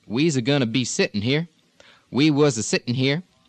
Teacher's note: when I have constructions that have the ing words in them, progressive tense, we end up occasionally putting a little extra syllable in it.